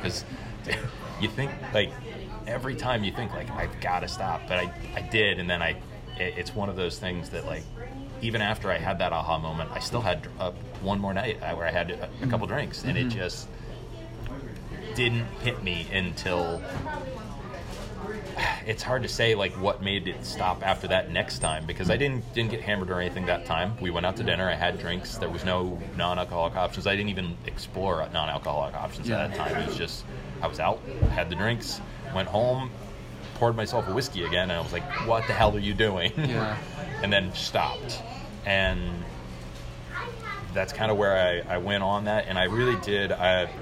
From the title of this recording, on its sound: Interview on location at "Jolly Pirate Donuts"